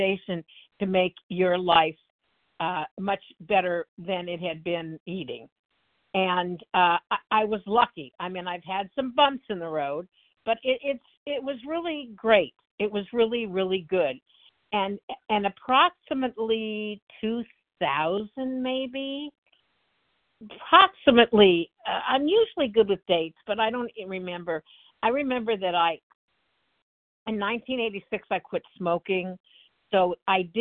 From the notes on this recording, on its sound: the 100 Pounders Phone Meeting, 12/12/23